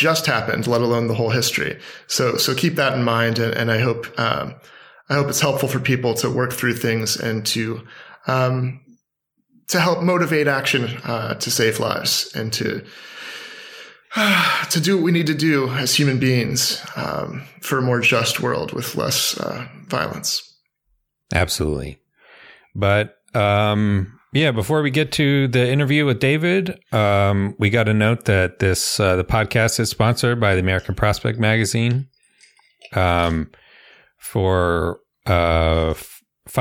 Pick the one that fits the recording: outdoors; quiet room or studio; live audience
quiet room or studio